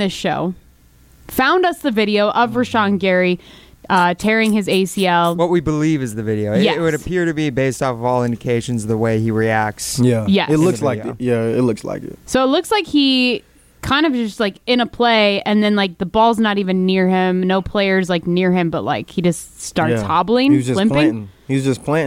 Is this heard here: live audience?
no